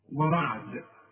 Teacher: الراء ما دام مفتوحة مفخمة، لكن الواو مرققة